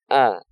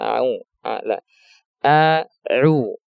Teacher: A'udzu billah, yang perlu diperhatikan pertama huruf pertama hamzah dibaca dengan suara yang jelas A. Jangan sampai tercampur dengan suara ain · Shown in: first take